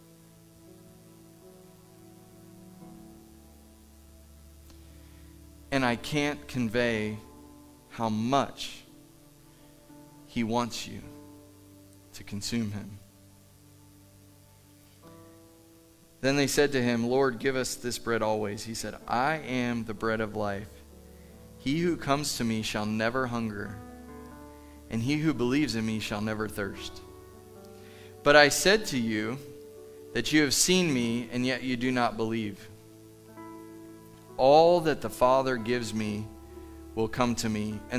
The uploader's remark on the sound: Live from The Summit Church in Dover, OH